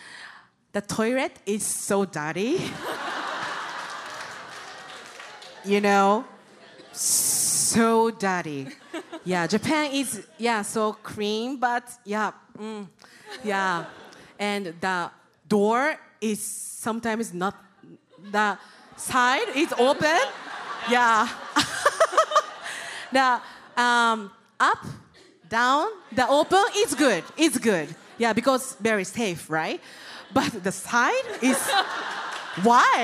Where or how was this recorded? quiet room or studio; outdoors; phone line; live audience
live audience